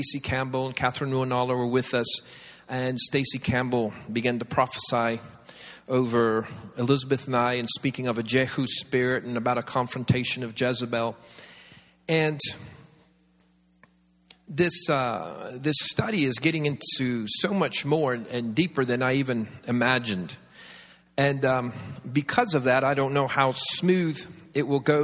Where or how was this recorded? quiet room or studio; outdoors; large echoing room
large echoing room